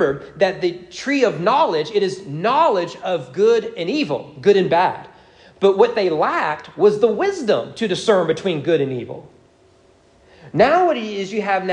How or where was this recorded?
large echoing room